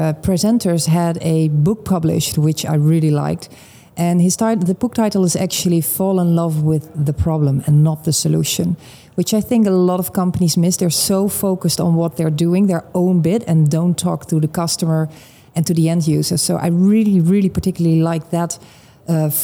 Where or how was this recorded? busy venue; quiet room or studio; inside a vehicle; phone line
busy venue